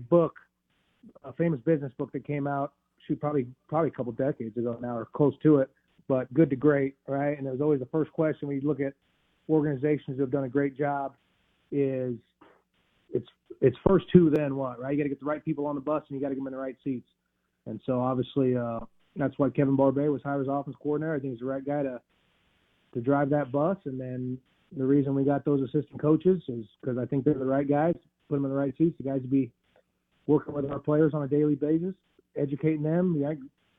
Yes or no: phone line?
yes